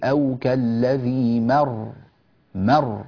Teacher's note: في قوله تبارك وتعالى أو كالذي مر على قرية، مر الراء هنا كما نراها مشددة، فلا بد من بيان التشديد، ويتأكد ذلك لمن وقف لأي سبب كان، فيقول أو كالذي مر مر، هكذا يضغط صوته حتى تظهر هذه الراء مشددة